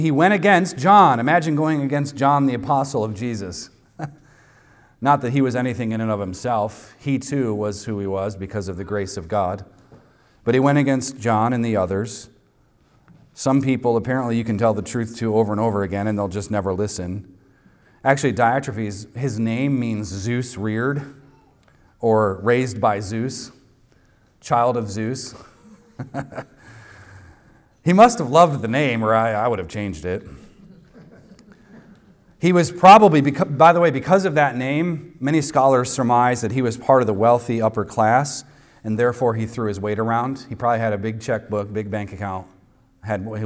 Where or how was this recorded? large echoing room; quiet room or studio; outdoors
large echoing room